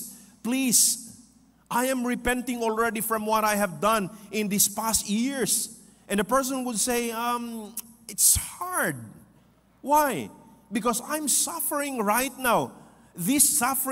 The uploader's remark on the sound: This podcast was recorded live last October 8, 2023 at Zamboanga City Alliance Evangelical Church.